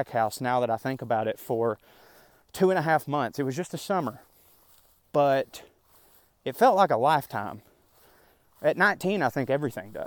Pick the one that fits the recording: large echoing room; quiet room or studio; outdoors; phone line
outdoors